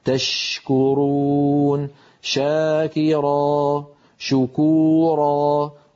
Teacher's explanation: تخرج من وسط اللسان مع وسط الحنك الأعلى كما نرى، ولكن يبقى المخرج مفتوحا